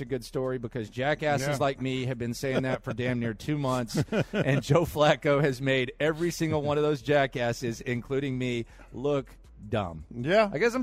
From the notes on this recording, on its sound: Live at the Bear Bryant Awards.